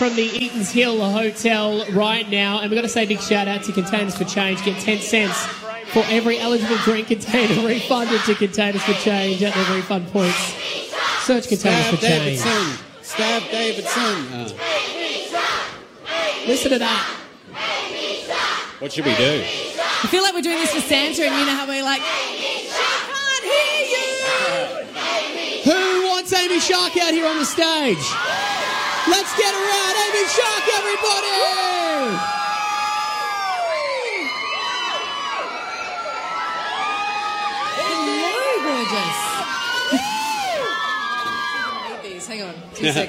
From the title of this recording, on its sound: FULL SHOW: LIVE From Eatons Hill Hotel